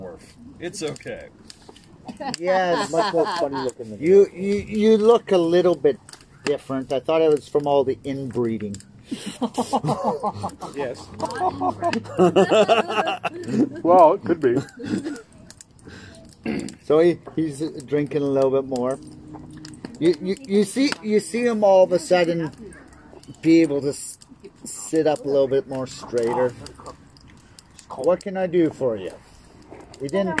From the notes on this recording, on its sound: We decided to try an outdoor event this week, so I appologize for any loud fire sounds that might drown us out. After going through the audio, the fire wasn't as loud as expected.